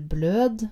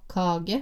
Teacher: Bløte konsonanter et annet målmerke, og det betyr at de harde konsonantene P, T og K byttes ut med konsonantene B, D og G. Noen eksempler for eksempel blød for bløt og kage for kake.